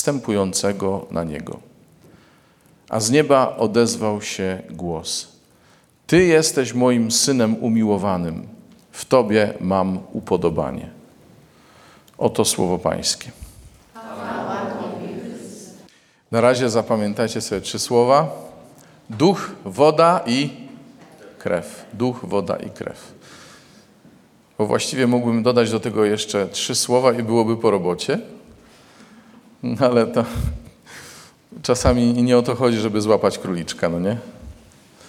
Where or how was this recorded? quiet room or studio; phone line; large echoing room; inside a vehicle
large echoing room